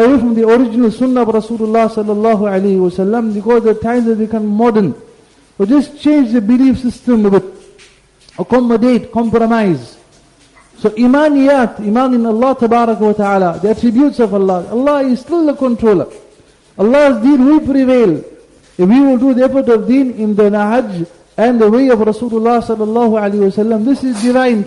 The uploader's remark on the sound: Jumuah Lecture at Glenearn Road Masjid